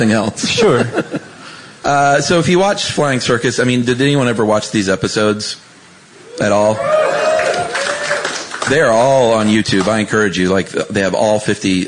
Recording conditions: live audience